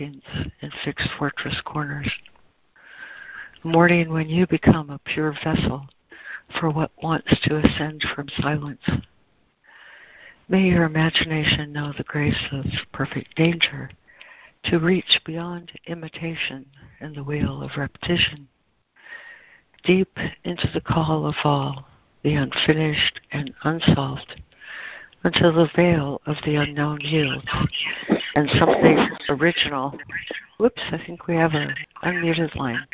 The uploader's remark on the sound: ACIM Daily Conference Call